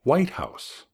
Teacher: Hay ciertas expresiones especiales en inglés, como White House, en que siempre hay que enfatizar la primera palabra.